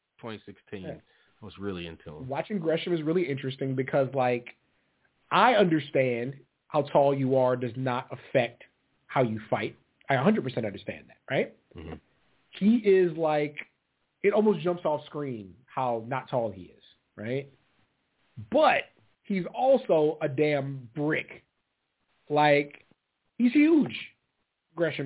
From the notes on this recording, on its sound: The guys are back live answering calls. Live callas and more.